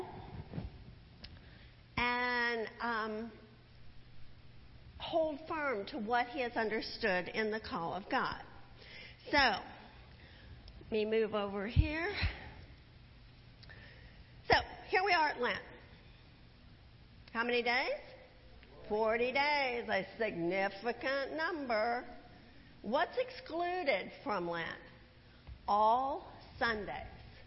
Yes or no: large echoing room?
yes